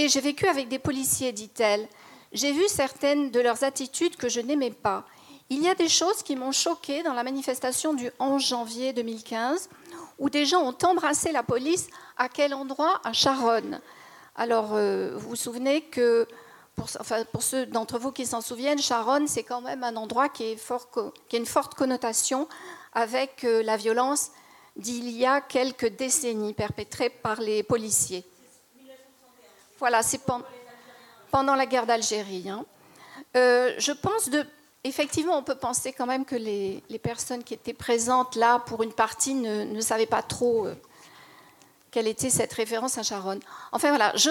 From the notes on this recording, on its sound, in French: C’est une conférence de rédaction interactive, en relation avec le public de la soirée. Salle Topor.